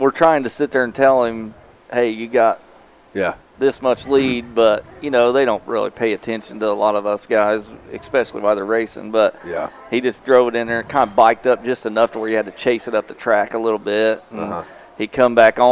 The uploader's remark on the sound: We stopped in at our sponsor, Hornville Tavern, to record this one!